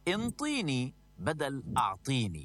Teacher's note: البعض ينطق العين أيضا نون، فيقولون انطيني بدل أعطيني.